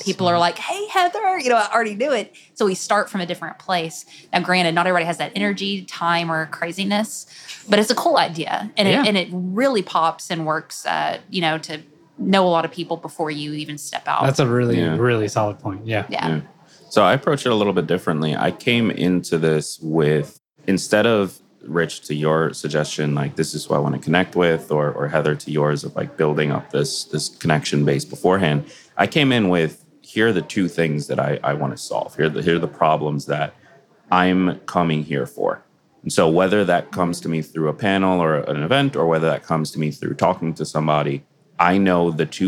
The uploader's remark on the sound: Recorded at Podcast Movement 2021 in Nashville.